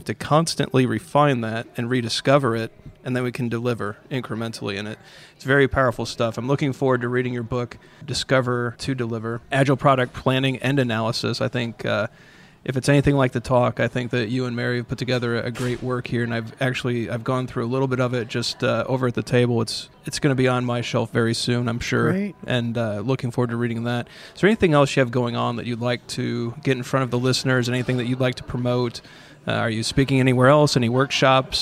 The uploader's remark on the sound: at The Path to Agility Conference